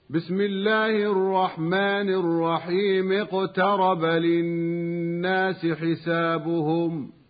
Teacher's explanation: ولذلك نجد أيضا همزة الوصل تسقط في الوصل والدرج، فإذا وصلنا الكلمة بما قبلها سقطت همزة الوصل ولا أثر لها